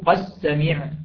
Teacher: أما الدال مع السين وغيرها من الحروف المتقاربة أدغمها السوسي وبعض القراء الآخرين الذين وافقوه بذلك رواية، تصبح قد سمع.